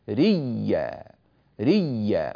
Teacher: رئيا جاء إلى الهمزة فأبدلها ياء فصارت ريا، ثم أدغم الياءين في بعضهما فصارت ياء واحدة مشددة · Term: الإبدال مع الإدغام